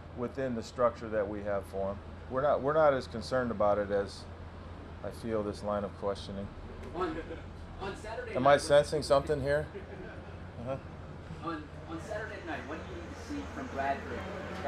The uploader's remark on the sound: press conference prior to Wednesday's joint practice